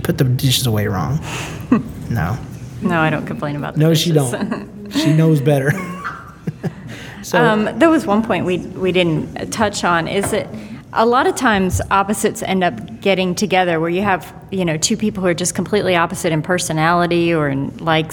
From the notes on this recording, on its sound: Recorded LIVE at the SFLC Marriagability Conference in Kansas City, Missouri.